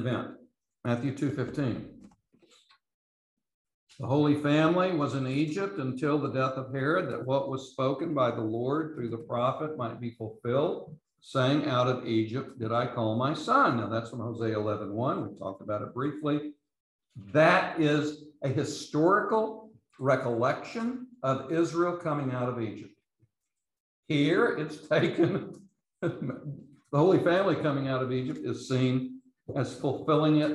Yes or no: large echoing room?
yes